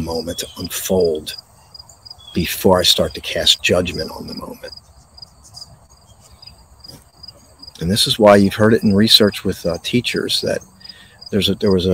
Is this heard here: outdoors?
yes